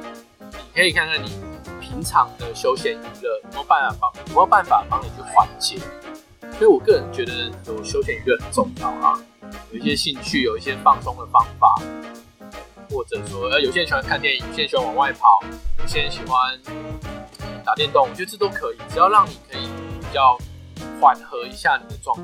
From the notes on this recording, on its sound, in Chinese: 本集音檔為 2019 年錄製，錄製時收錄較多環境雜音，已降噪處理加上背景音樂